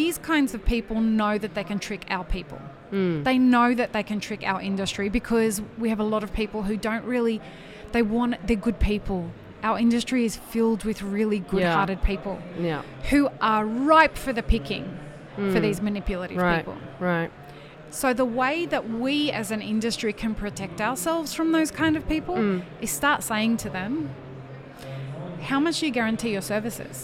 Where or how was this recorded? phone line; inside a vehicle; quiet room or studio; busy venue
busy venue